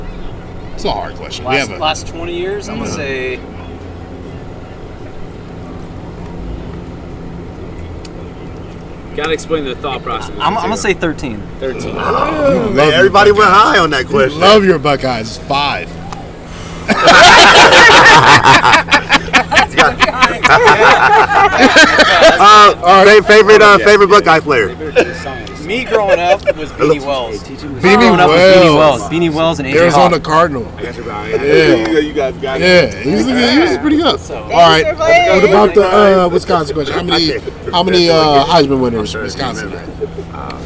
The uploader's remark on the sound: We're live from the Rose Bowl.